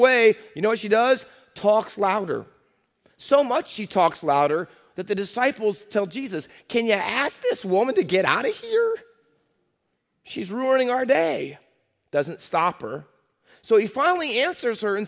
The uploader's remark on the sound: Faith Baptist Church in Hamilton, NJ.